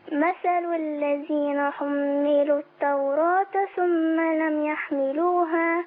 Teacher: حم عندي ميم عليها شده يبقى لازم اركب غنه كده وامشيها شويه